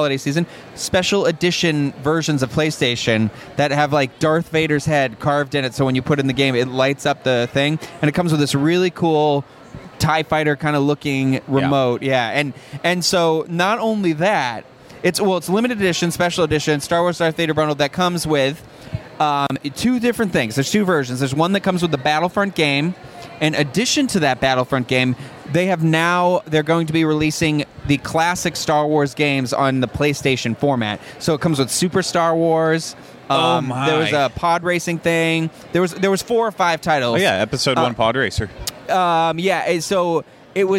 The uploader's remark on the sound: D23 Expo Day 3 Morning Live Show